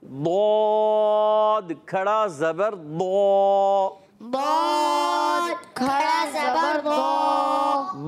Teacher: دود ادا ہوتا ہے زبان کا بغلی کنارہ، حافت اللسان اور ادراس اولیہ کی جڑیں، اوپر کی داڑوں کی جڑوں سے